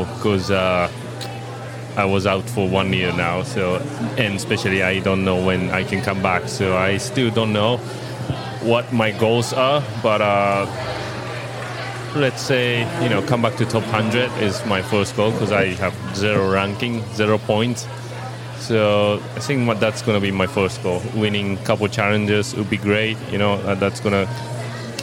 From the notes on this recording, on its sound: This interview was recorded in the lobby of the Outrigger Reef. A three-day tennis event held in Waikiki, Hawaii. This interview was recorded in the lobby of the Outrigger Reef.